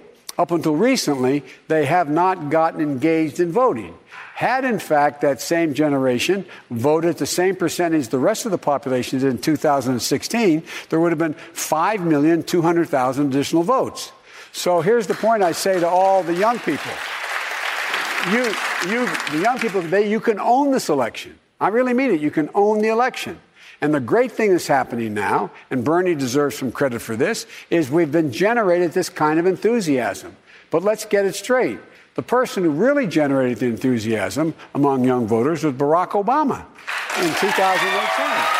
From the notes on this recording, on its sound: during a live town hall